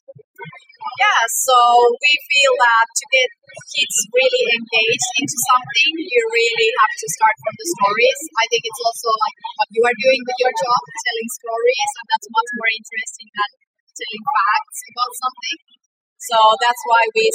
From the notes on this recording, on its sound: Postcards from StartEd's NY Edtech Week. This was a crowded event, and the audio quality of the interviews can be spotty at times.